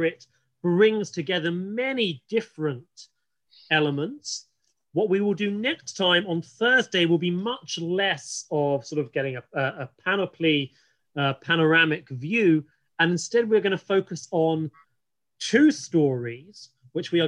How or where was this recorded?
video call